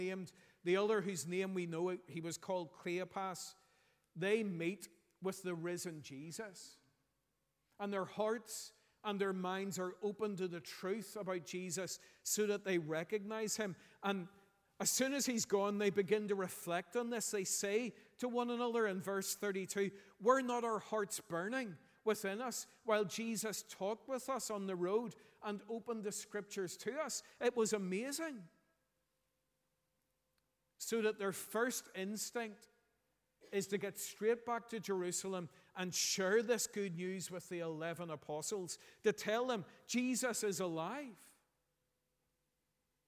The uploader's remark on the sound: preached at our Easter Sunday morning service